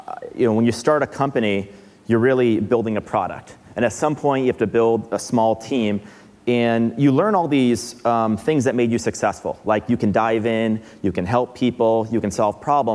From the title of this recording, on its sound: Live at Code 2018